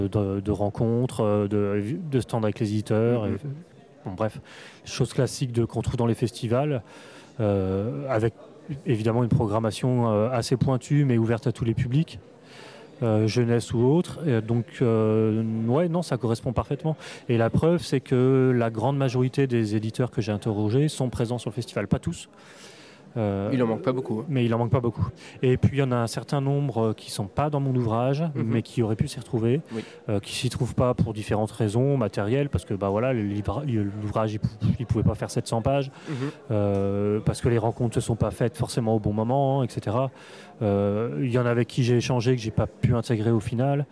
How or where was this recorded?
busy venue